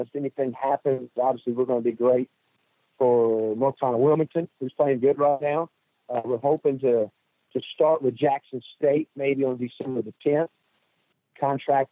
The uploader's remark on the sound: joins on the Modern Woodmen phone line